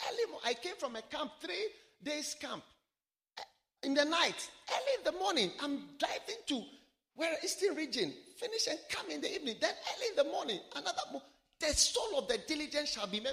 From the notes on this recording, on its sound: Preached at the Wisdom Impartation Service.